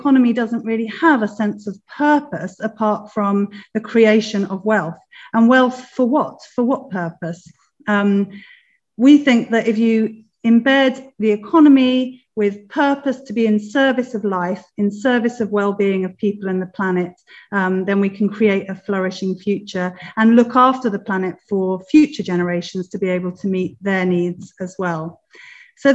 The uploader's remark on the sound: a recording of the online hustings event hosted by the Wellbeing Economy Alliance for Wales